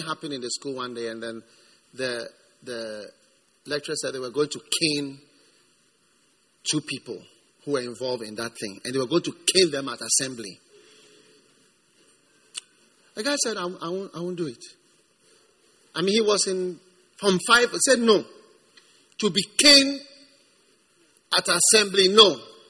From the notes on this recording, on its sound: Preached at the First Love Gathering Service.